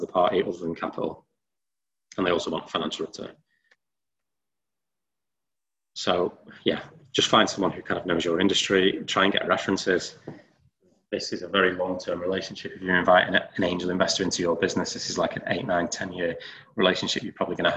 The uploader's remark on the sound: TFN Webinar. An hour long webinar.